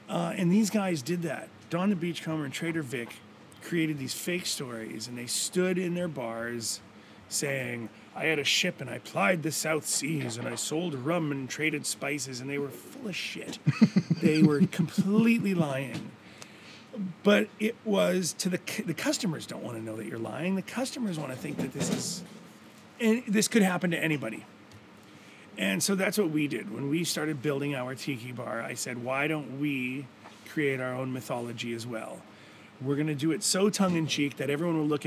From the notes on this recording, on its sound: Gili Trawangan, Bali. The audio is a bit funny today, because we did the interview actually in the bar (complete with neat rum all round!).